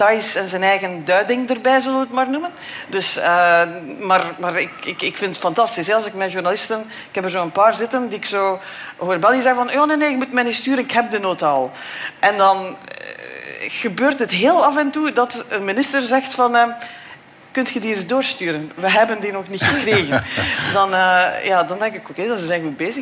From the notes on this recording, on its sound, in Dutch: LIVE vanop het Podcastfestival. Met dank aan het DS Podcastfestival en House of Media voor de live opname.